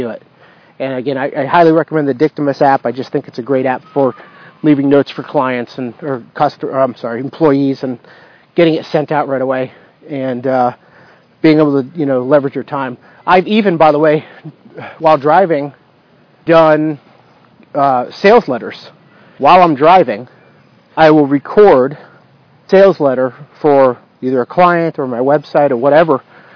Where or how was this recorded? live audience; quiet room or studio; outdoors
outdoors